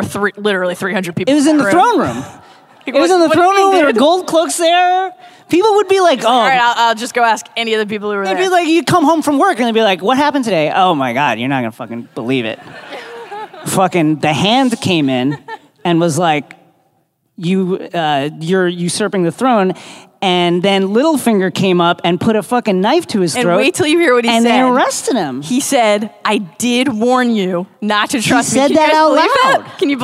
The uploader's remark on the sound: Live From ‘Con of Thrones’ 2018